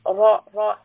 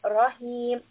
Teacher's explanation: Ra in this case is heavy. Mouth full, back of the tongue should be raised. · Shown in: first take · Ra, Ra. We don't want a light, Rahim.